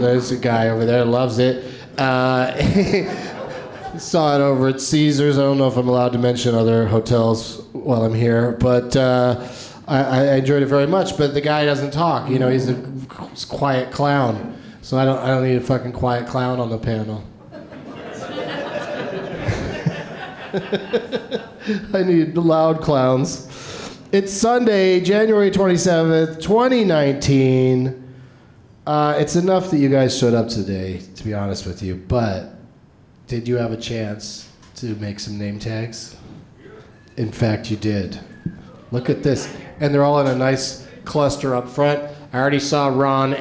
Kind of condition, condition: setting, live audience